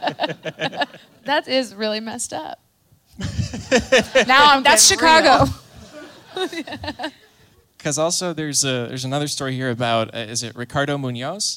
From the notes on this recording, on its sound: An amazing LIVE audience at Lincoln Hall in Chicago IL.